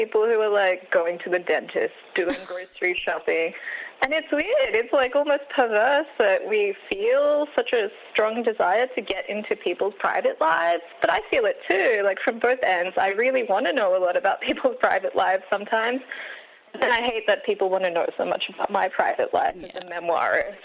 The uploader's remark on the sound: phones